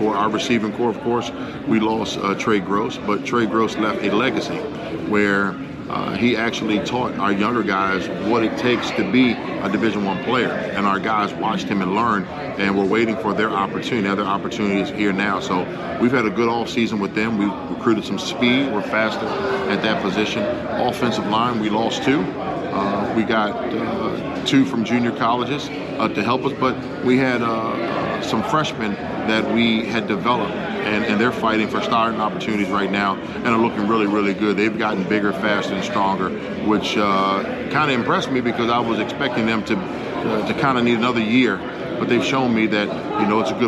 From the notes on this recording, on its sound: Live from MEAC Media Day in Norfolk, VA.